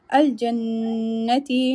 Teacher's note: noon will have the most complete gunna